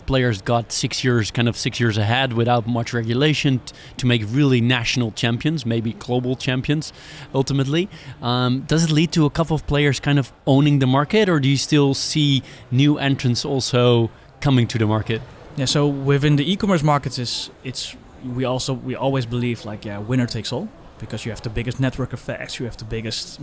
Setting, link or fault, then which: setting, busy venue